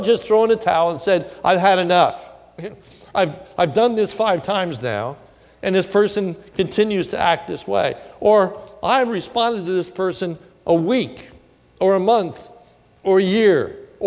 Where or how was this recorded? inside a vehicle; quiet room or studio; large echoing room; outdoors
large echoing room